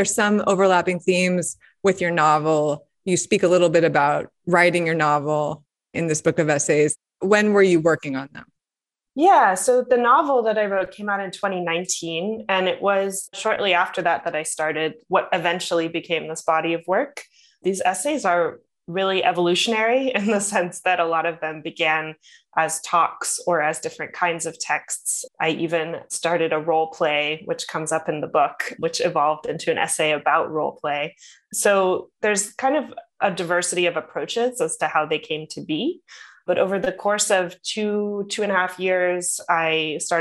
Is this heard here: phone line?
no